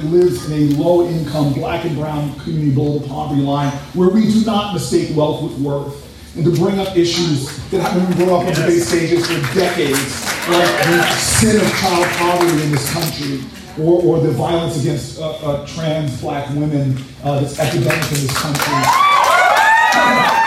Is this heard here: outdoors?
yes